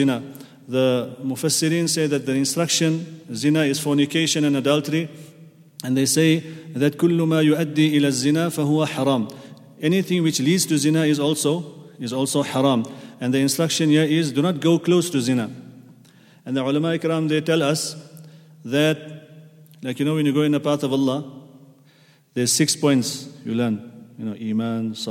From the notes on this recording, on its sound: at the Houghton Masjid (West Street)